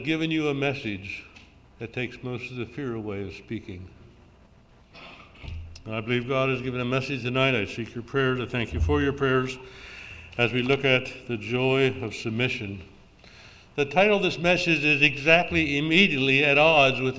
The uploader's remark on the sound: June Session of the Fifty-second Annual Southeastern Mennonite Conference